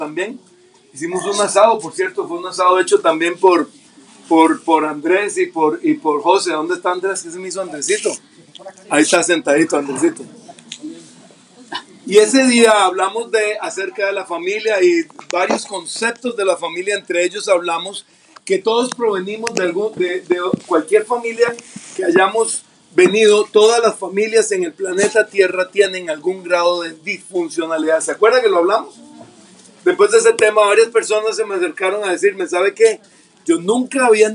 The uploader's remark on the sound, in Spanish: desde un parque en la reunión familiar de la Familia-Iglesia de Sydney, Australia.